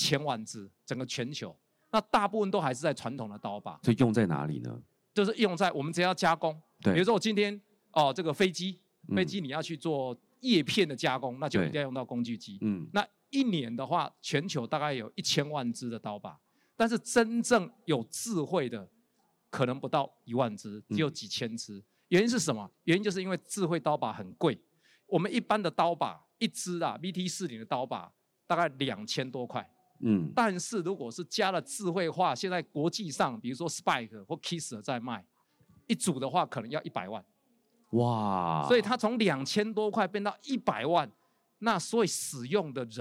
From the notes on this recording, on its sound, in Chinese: 本集節目於2022年「台灣國際智慧製造系統整合展（TIIM）」展期間錄製